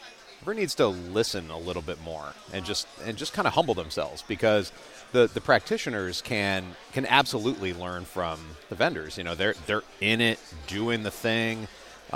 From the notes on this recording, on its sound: Conducted live at RSA 2023.